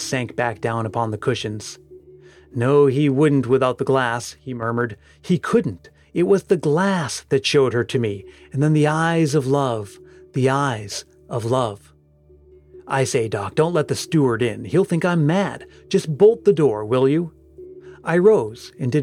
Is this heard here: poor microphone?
no